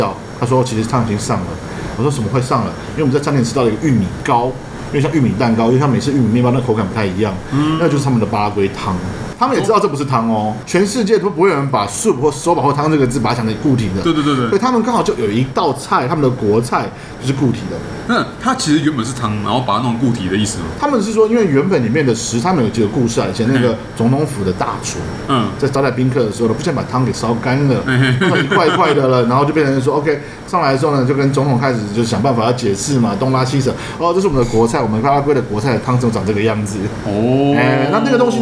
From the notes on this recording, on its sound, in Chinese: 本集白噪音指數：蚊風級 1/5。錄音地點： ABV Bar & Kitchen 台北日式居酒館。